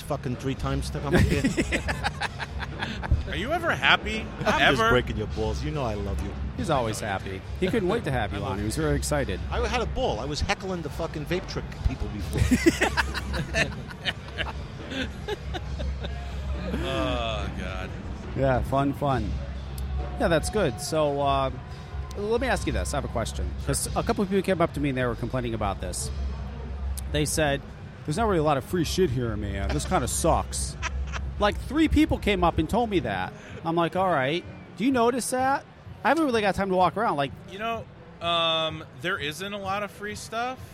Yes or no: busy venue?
yes